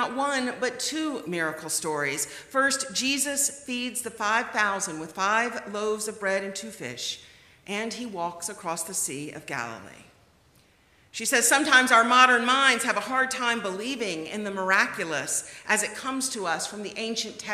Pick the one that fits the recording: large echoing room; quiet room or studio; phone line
large echoing room